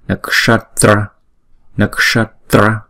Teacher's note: Chữ s là ển cái lưỡi lên, vishodhani huru huru nakshatra ksha ksha. Chữ s là cong lưỡi nè, rồi đọc có chữ k trong đó ha, nakshatra nakshatra.